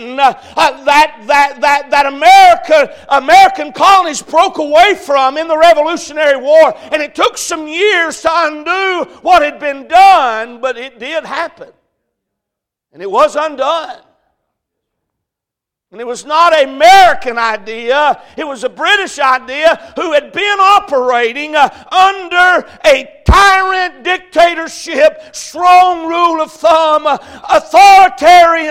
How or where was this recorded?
large echoing room